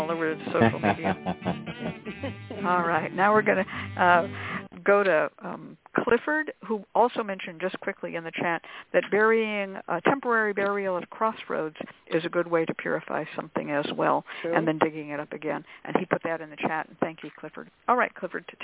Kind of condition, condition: link, phone line